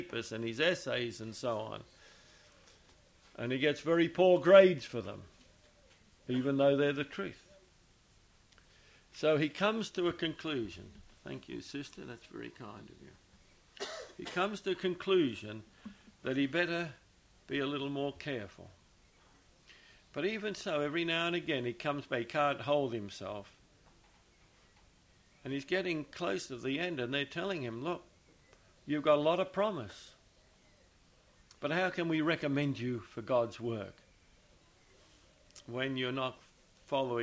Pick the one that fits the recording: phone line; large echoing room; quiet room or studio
large echoing room